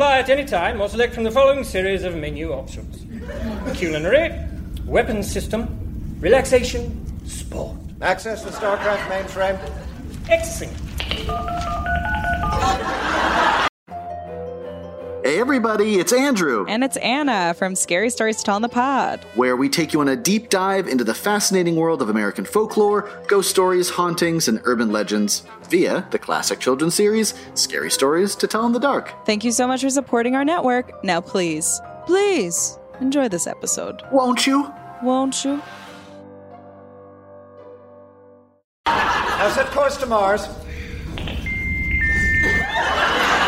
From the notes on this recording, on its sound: Recorded Live 8/6/2011 at Largo, Los Angeles.